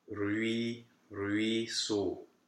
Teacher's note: You start on U in this combination. You start on U and then you move to E quickly.